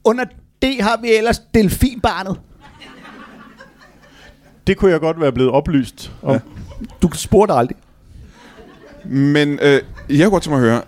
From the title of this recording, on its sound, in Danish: LIVE fra Kolding